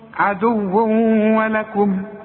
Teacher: عند النطق كأن الواو بتاعت ولكم دي مشددة · Term: الادغام